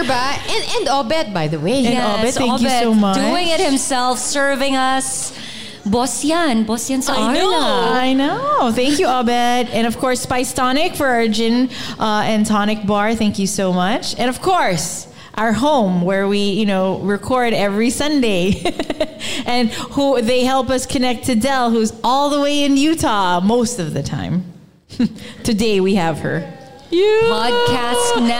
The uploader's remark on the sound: We were thrilled to host new and familiar faces to our first ever live show.